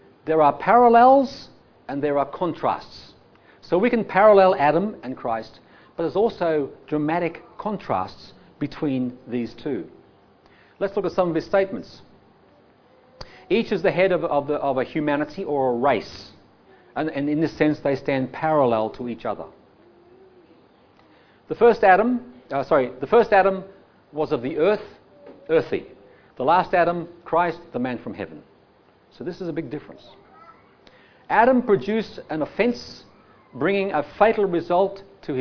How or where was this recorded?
live audience